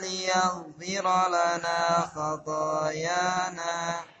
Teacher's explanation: Panjang dua harokat diratakan.